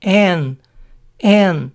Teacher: Como si la D final se omitiera. Suena como la letra N en inglés.